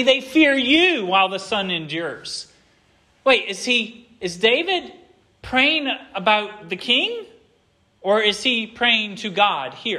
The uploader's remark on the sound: This sermon was preached at Hope Fellowship on the second Sunday of Advent